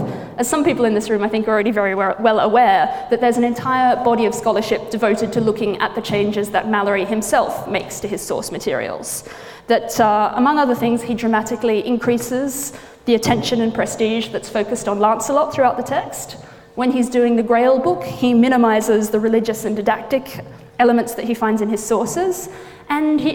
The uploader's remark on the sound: gives a lecture at the Bodleian Library